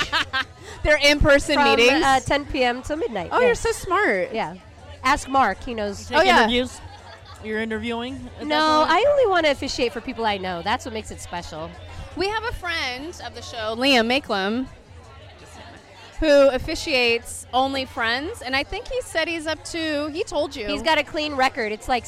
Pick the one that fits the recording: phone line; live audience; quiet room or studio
live audience